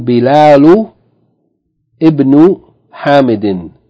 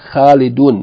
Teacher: Note that the word preceding Ibn loses its tanween. · Shown in: first take